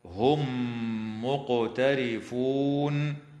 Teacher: وتدغم الميم الساكنة في الميم مع الغنة في قوله تعالى: هم مقترفون، مع مراعاة قلقلة القاف في كلمة مقترفون.